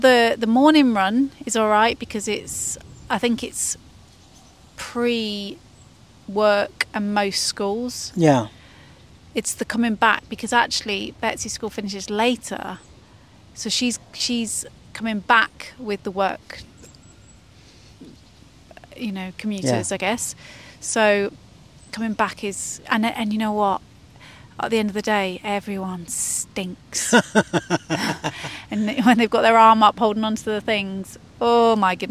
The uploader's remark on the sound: Live from Hyde Park